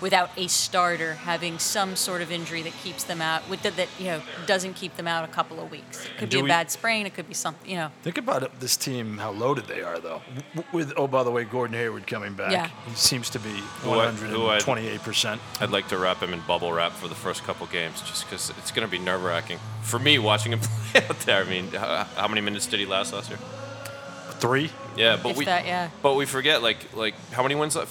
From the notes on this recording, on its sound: NBA Preview LIVE from Fenway Johnnie's. Recorded live at Fenway Johnnie's in Boston.